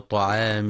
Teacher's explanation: كما يراعى تفخيم الطاء في طعام